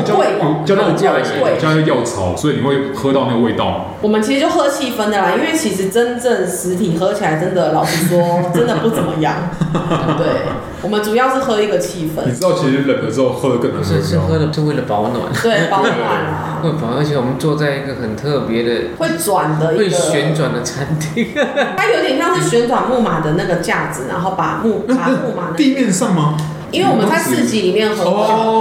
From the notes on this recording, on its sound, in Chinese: 本集白噪音指數：蚊風級 1/5。錄音地點： Charlie's Sports Bar。